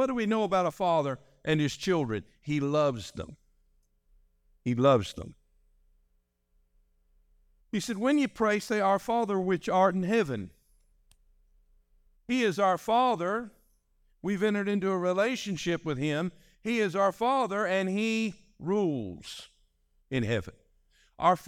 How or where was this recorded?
large echoing room